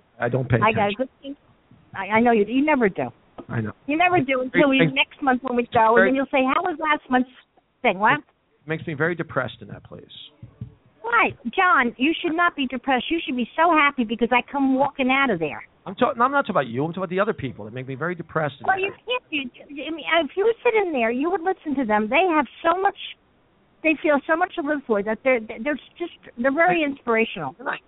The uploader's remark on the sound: Live from the Oak Barrel in West Orange, NJ